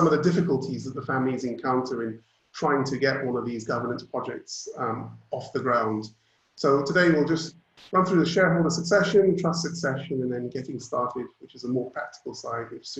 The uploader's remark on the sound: Webinar audio recording.